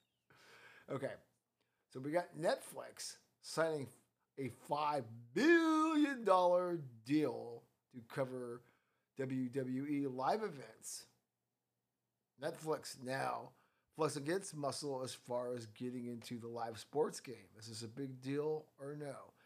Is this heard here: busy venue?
no